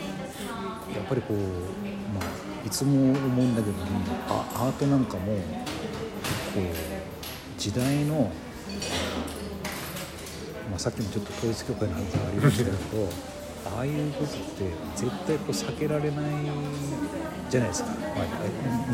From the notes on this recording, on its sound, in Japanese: 旧長井小学校のカフェにて